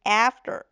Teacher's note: 前面的这个 after 它是一个梅花 a,所以嘴巴呢要发的扁一些，要裂开一些